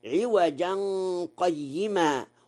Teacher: قوله تعالى: ولم يجعل له عوجا قيما. قرأ ورش: عوجا قيما، وصلا بلا سكت مع الإخفاء